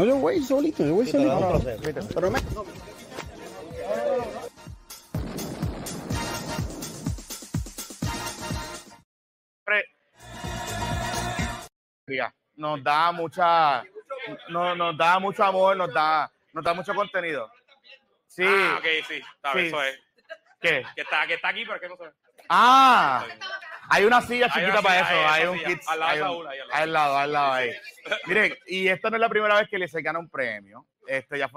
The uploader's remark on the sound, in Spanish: la versión audio de los PPP Awards que se celebraron el miércoles 27 de diciembre de 2023 en el Café Teatro Punto Fijo en el Centro de Bellas Artes de Santurce